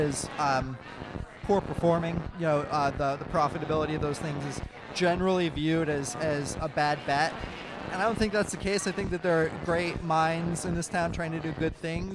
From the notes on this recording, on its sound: Live from The Side Bar. Live from The Side Bar.